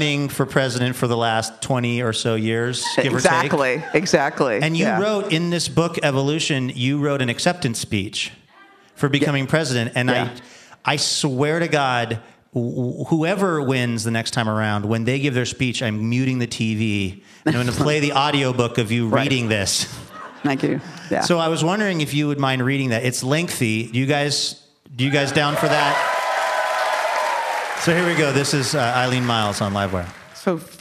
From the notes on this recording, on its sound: This special Live Wire episode brings together some "All-Star" guests by way of the Portland Book Festival